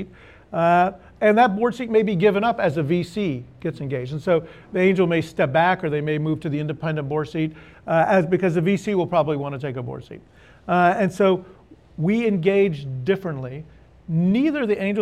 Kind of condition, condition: setting, live audience